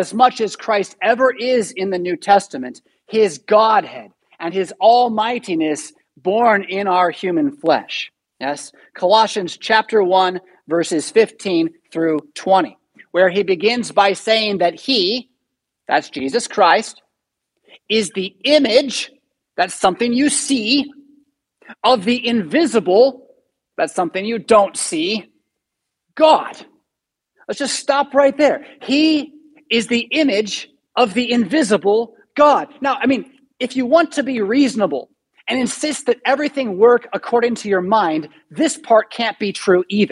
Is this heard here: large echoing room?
yes